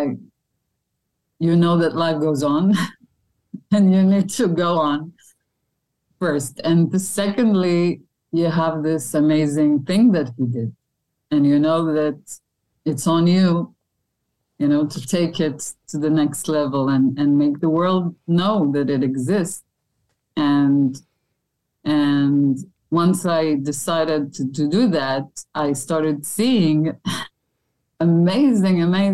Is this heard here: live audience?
no